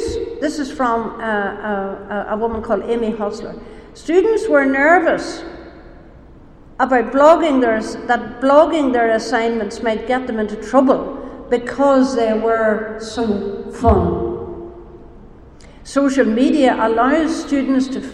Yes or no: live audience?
yes